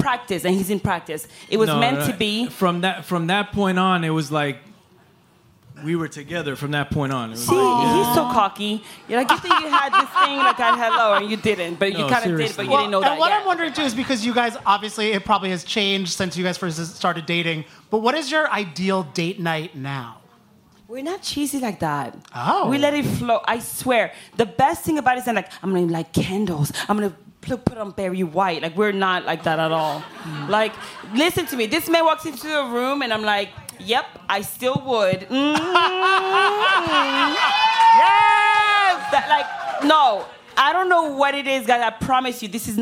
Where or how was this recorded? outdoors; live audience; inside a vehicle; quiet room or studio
live audience